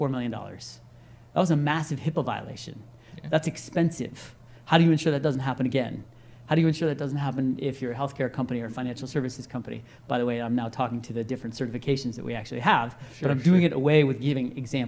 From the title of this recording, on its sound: Live at INBOUND16